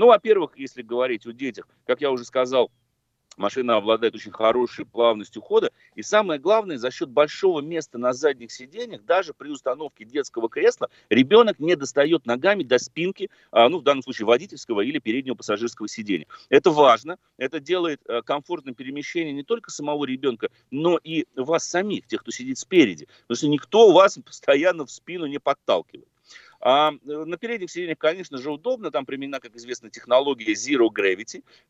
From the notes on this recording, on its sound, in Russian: В студии Маяка. За 4000 километров от нас по телефону.